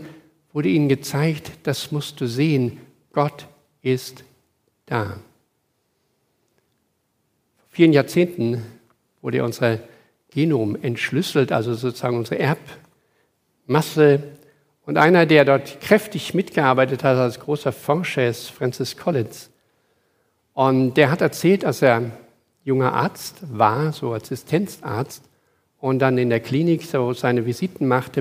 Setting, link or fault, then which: setting, large echoing room